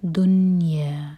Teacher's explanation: اور جب ہم پڑھیں دنیا تو میک شیور کہ نون پر نہ تو جھٹکا ہو اور نہ ہی کسرہ والی آواز آئے